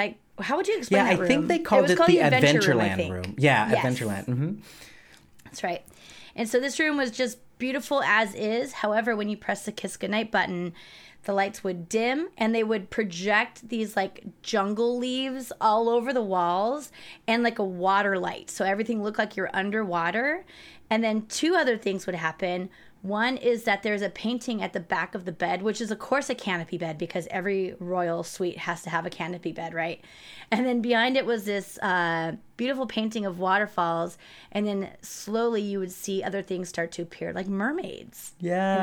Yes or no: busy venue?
no